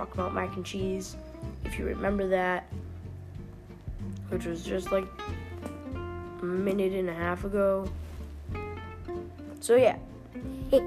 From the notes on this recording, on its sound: Sorry if my voice sounds funny I’m going to be getting a microphone soon!